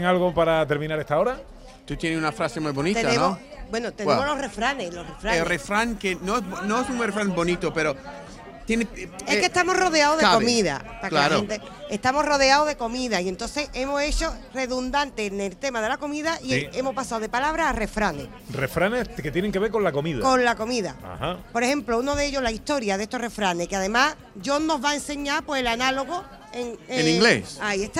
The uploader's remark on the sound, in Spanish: Programa en directo desde el patio de la Diputación de Sevilla